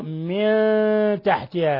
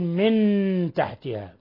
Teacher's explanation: ولاحظوا: من تحتها، من غير تشديد، ولا تقل من تحتها، لا تلصق لسانك في أصول الثنايا العليا لأن بذلك يكون التشديد، يقع التشديد، ونحن والقراء متفقون أن الإخفاء لا تشديد فيه، عار عن التشديد مع بقاء الغنة · Shown in: first take